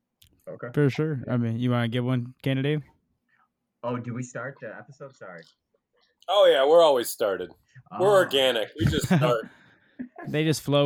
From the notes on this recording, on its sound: This is a remote podcast due to COVID-19, therefore audio quality is downgraded.